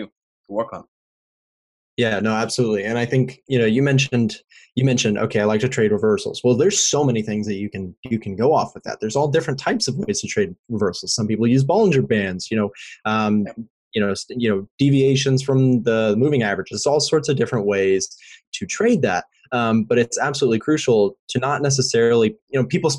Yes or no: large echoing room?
no